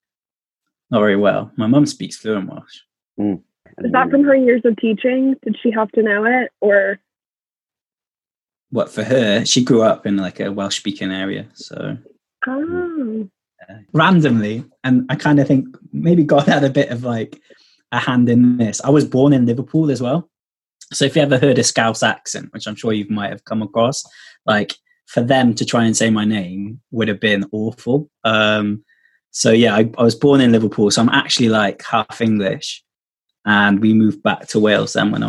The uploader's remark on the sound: Wales is currently in a national lockdown and we've had to go back to recording on Zoom, which means audio quality leaves a lot to be desired.